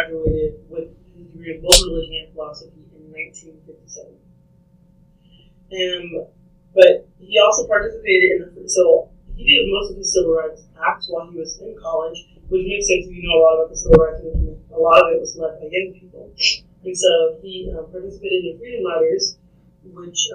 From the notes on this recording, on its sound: We had some technical difficulties